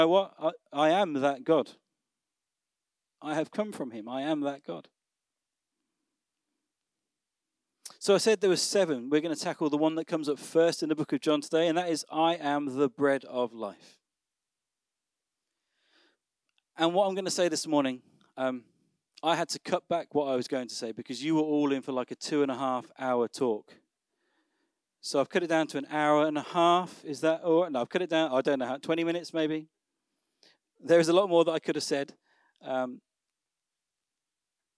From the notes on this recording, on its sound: Recorded on Sunday 29th October at Manor School, Raunds